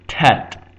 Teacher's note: Tet is pronounced more accurately, not as a regular T, but as a T more like on the roof of your mouth. So it's not the same as a regular T, it's more like tet, not tet.